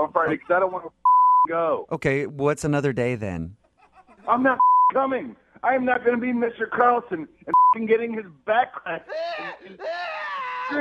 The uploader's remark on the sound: Phone Tap. By MOViN925.